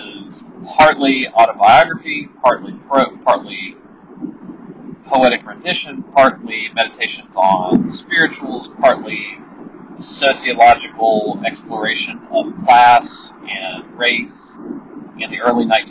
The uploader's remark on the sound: Apologies for the amazing sound quality from my ear buds.